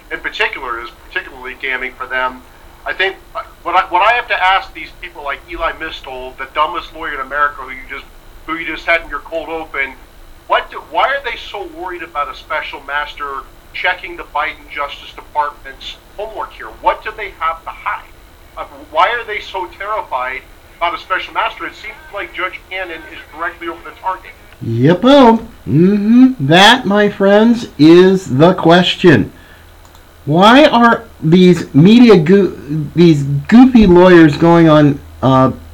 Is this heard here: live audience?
no